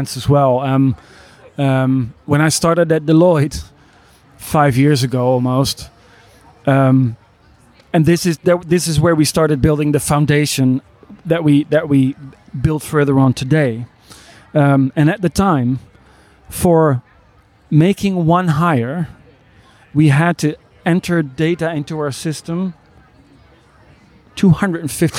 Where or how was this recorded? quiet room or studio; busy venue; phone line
busy venue